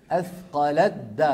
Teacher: ما بقي تاء لأن التاء والدال من المخرج ذاته · Term: الثاء في الدال